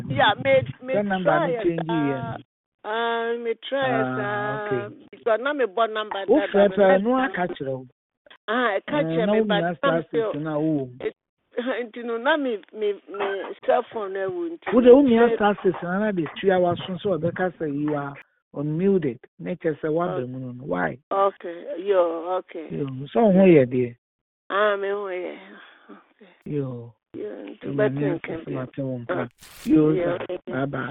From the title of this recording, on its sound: Conference Call